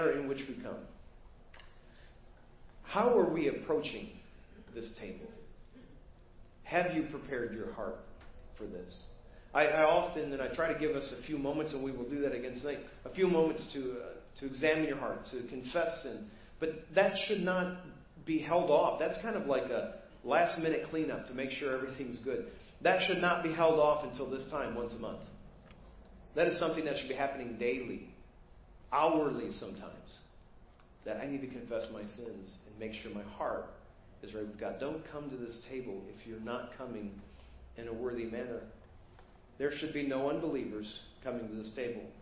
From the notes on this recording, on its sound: Preached at First Baptist Church of Hazel Park